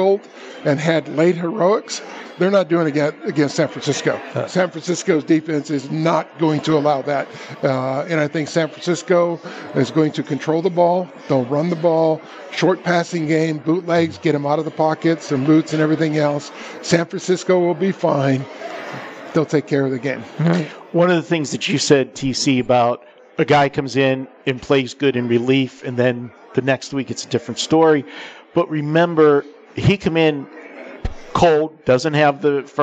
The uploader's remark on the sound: Live From The Westgate